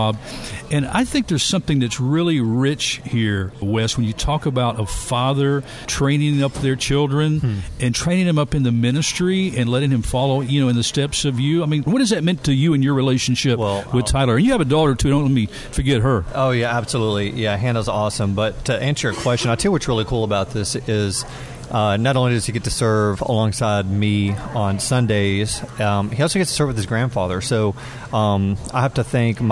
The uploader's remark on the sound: Live from the HUB Coffeehouse